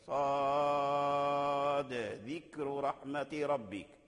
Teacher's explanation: فقلقل الدال، لأن الدال من حروف القلقلة، فلما تقلقل الدال علمنا أن الدال مظهر عند الذال